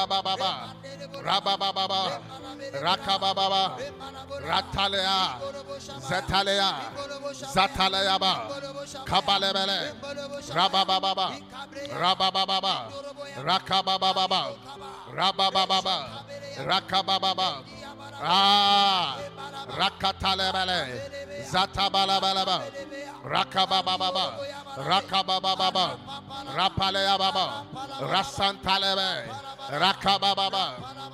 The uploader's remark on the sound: preached at God's Haven Ministries, The Purpose Assembly on Friday 28th April, 2023.